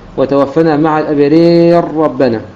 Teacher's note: إذا أدغمنا ستكون الراء مفتوحة فتكون مفخمة